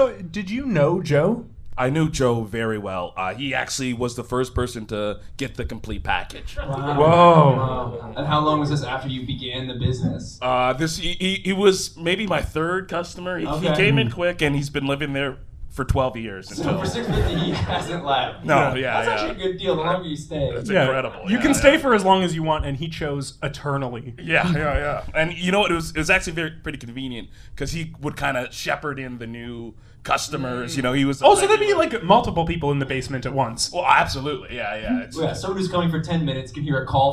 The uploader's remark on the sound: Recorded live at Toronto Comicon.